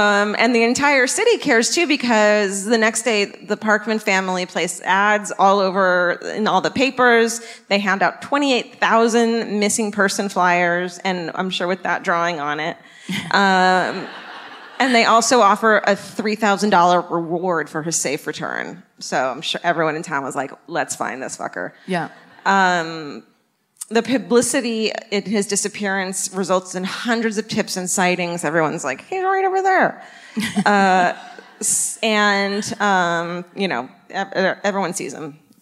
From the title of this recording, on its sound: Live at the Chevalier Theatre in Medford, MA